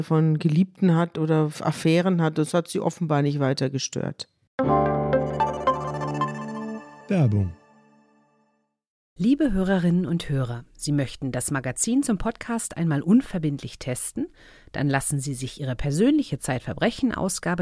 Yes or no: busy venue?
no